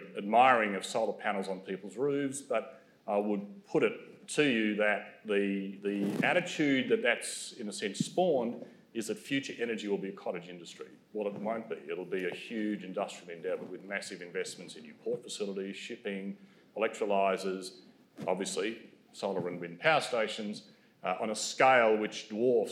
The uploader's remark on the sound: Melbourne event recording. This is an event recording of a public forum in the Energy Future series, hosted by Melbourne Energy Institute and Grattan Institute.